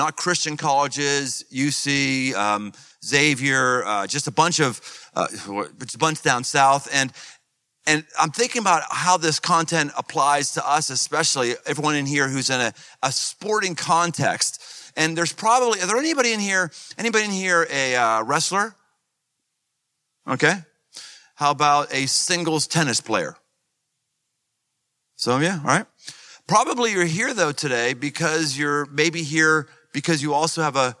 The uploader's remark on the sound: Live in Cincinnati. Recorded live in front of a packed house of athletes and their coaches.